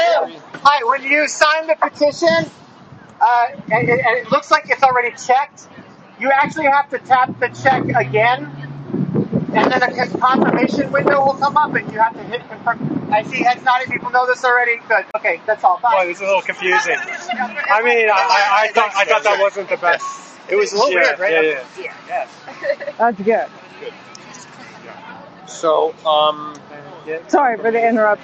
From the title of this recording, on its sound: LIVE from NUHW strike in Oakland